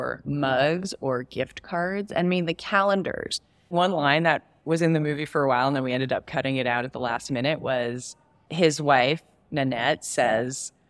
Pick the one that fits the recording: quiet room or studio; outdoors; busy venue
busy venue